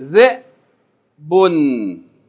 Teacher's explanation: This is a Hamza with a Sukoon. How do we pronounce Hamza with Sukoon? Glottal stop. Just a stop.